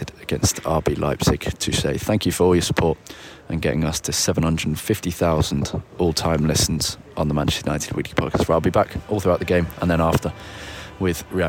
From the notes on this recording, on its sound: live from Old Trafford